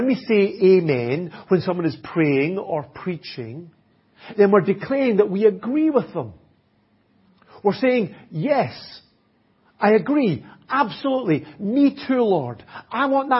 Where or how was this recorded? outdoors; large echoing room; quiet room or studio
large echoing room